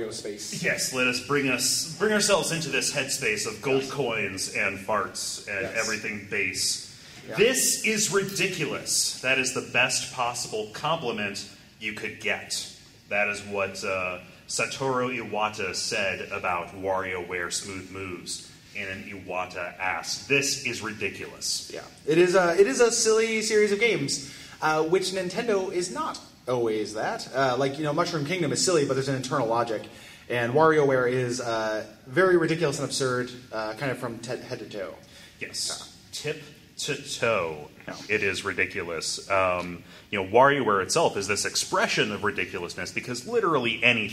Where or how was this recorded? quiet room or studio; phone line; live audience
live audience